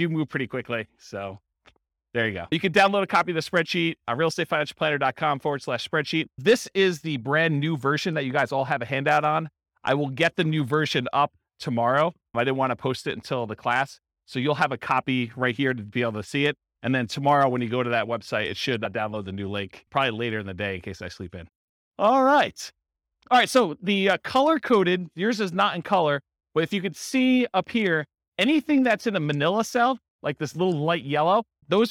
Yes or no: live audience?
yes